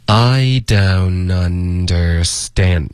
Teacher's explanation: 所有的 N 的音出现了三次的 N 的音，每一个都要求你的舌尖顶上颚发一个没有任何后鼻音，也没有前鼻音。OK，讲解得很清楚了，大家下来练习。